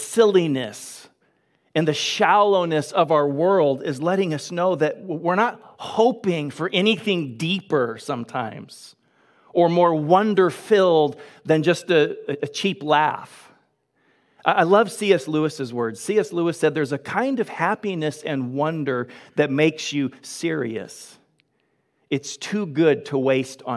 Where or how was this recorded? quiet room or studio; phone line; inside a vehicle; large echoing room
large echoing room